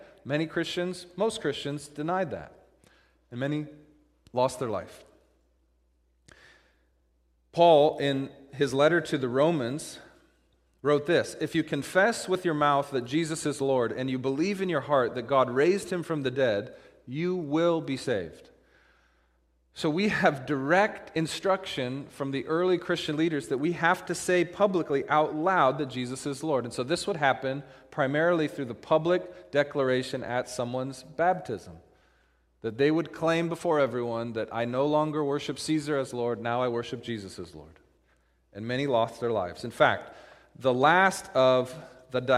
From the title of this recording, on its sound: Christmas Eve Service - Audio